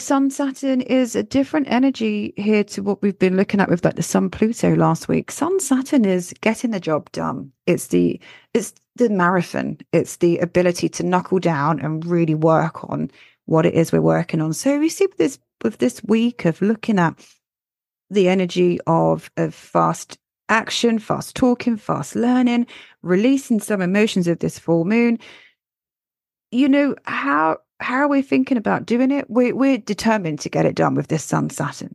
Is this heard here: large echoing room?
no